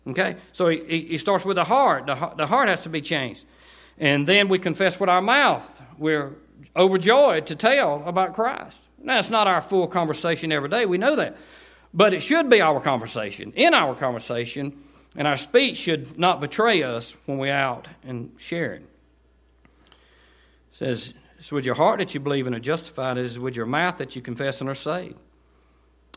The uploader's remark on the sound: delivered on 9/16/18 during the 11am service at Cottondale Baptist Church in Eastman, GA.